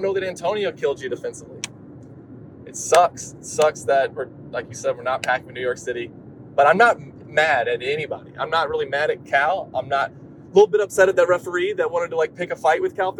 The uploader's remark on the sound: recorded on their way back from Greensboro, North Carolina